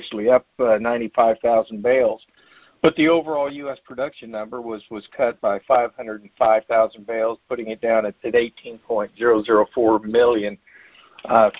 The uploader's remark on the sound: Oct 2021 Monthly Conference Call